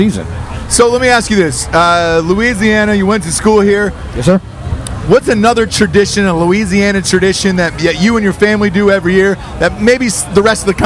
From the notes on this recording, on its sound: live from the LSU/Alabama game